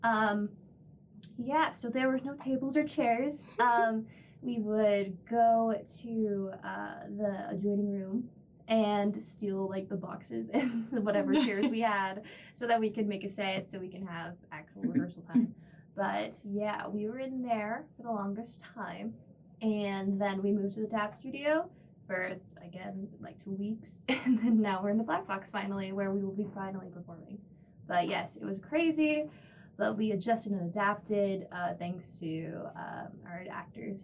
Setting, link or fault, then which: fault, poor microphone